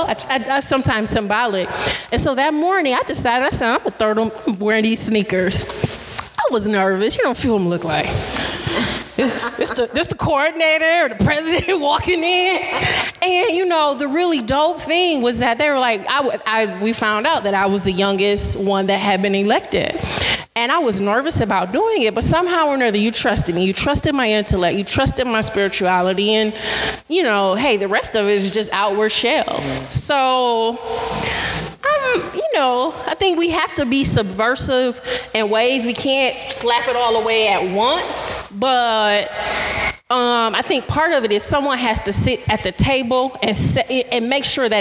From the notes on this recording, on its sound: This was a live podcast at Detroit is Different Festival. Live at Pause weekly.